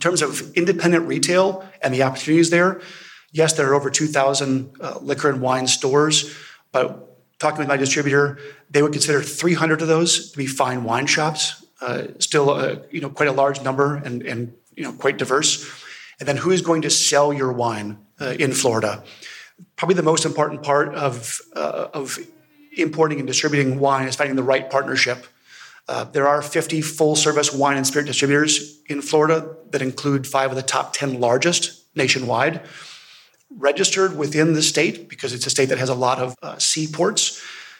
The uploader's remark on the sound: We present the session recordings from the wine2wine Business Forum 2023. Recorded during the Forum held in Verona in November 2023. Wine2wine Business Forum is an international wine business event, held annually in Verona, Italy since 2014.